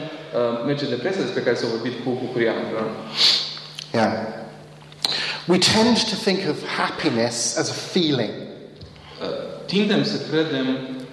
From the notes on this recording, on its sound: Talk plus Q&A at Romanian Church youth meeting, with translation.